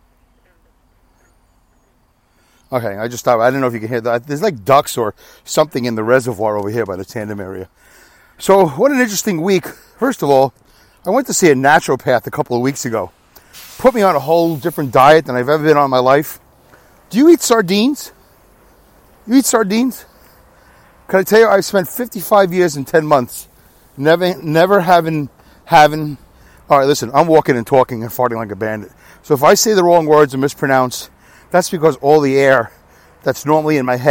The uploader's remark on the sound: Walking and Talking. Talks while walking laps for most of the duration of the show, instead of recording during his commute.